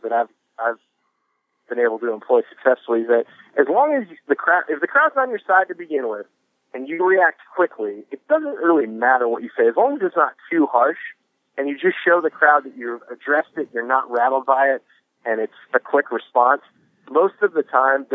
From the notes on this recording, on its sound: Tonight we brave the bitter temperatures. A call in from comedian.